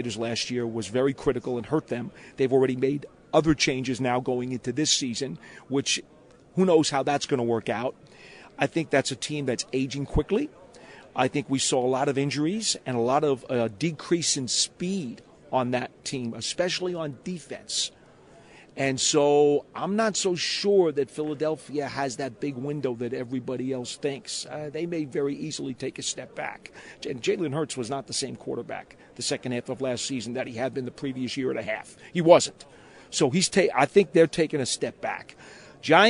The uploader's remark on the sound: Join the show as well live from the Draft Combine.